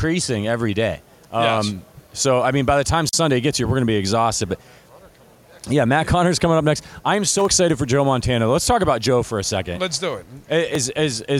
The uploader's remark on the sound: Live from Super Bowl LVII.